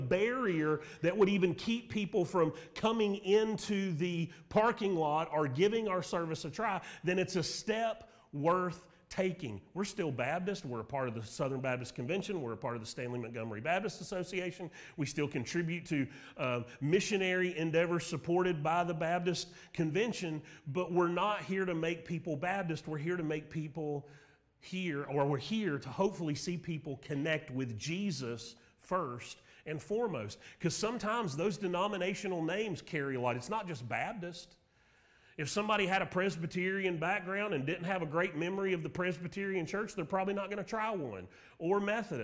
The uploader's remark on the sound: Sermon Audio from Mission Church in Locust, NC.